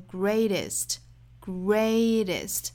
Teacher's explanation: when to break with conventional wisdom. This 句话音和美音的差别并不是很大，可以说是几乎没有差别的。我们来看就是 greatest 这个词，美音在读这个词的时候有可能会把它读成 greatest greatest 也就是 great 尾部的这个 t 的发音后面因为是遇到元音了有可能会发成 flap t